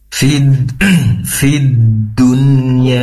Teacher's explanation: Ketika dia bertasydid, durasinya itu ditambah fid fid dunya, jangan buru-buru fid dunya.